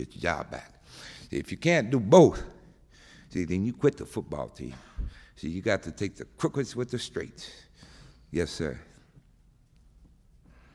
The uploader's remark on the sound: With a Poetry Center appearance. Participates in an extended audience Q & A.